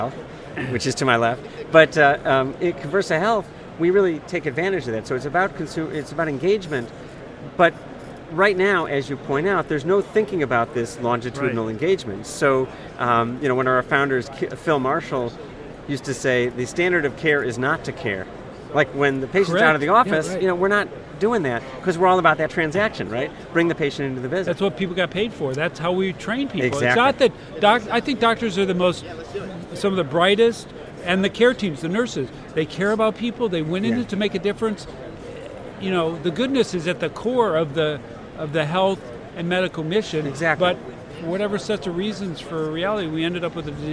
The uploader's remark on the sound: LIVE from #HiMSS17